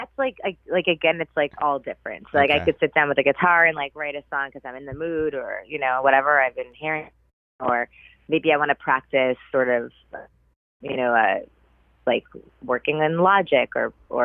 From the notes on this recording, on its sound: We caught up by phone